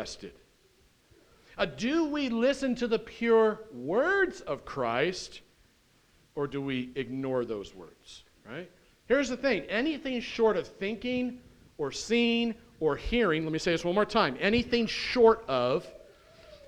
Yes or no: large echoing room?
yes